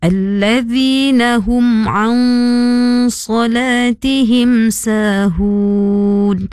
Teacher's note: Huruf nun sukun, nun mati bertemu dengan huruf sod, iaitu ikhfa. Huruf nun mati itu disamarkan dengan dengung. Okey. Baca dengung dua harokat.